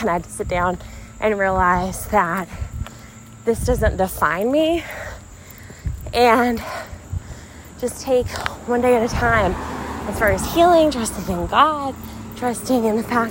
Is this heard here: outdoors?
yes